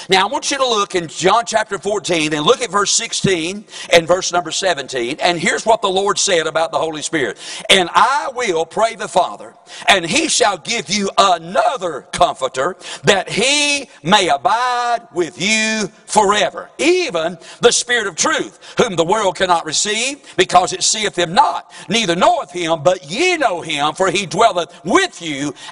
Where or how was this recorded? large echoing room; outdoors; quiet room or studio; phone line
large echoing room